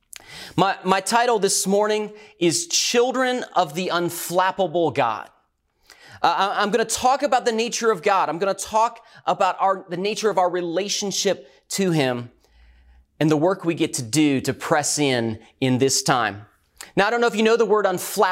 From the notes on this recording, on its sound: Recorded at Northlands Church on May 17, 2020.